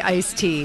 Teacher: we leave the D out because we're, well, lazy